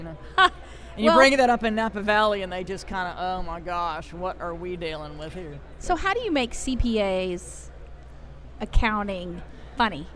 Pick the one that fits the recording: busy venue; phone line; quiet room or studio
busy venue